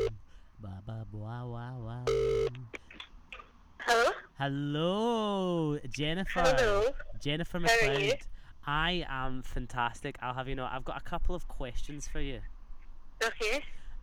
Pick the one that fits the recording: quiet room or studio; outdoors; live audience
outdoors